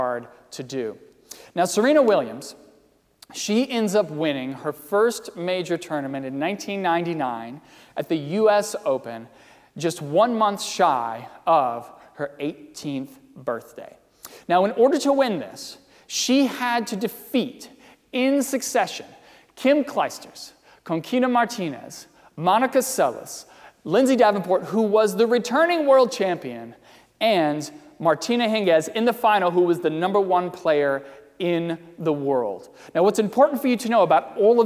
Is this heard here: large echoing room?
yes